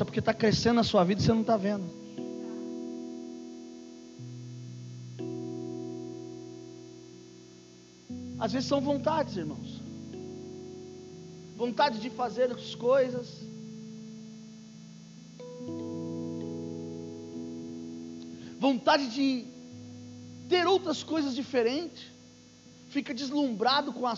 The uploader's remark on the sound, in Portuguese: Culto gravado em 30/11, durante a celebração do culto das causas impossíveis